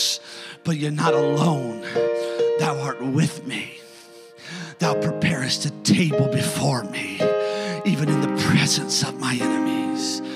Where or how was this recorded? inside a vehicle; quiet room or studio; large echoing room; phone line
large echoing room